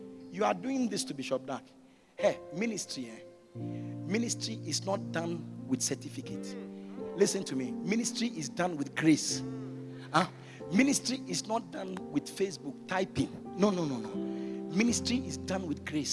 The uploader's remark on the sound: during the Fire Service at the Greater Lover Cathedral